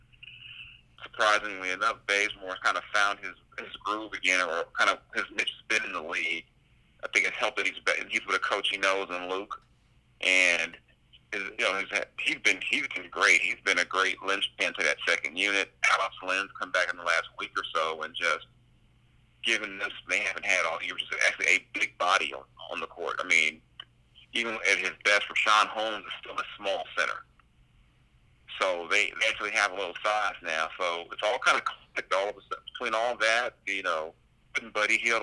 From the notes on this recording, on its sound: The Sacramento Kings beat writer from The Athletic, over the phone.